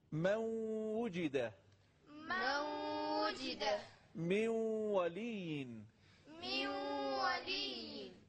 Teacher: نون ساکن اونو حذف میکنیم، واو رو مشدد میکنیم · Term: ادغام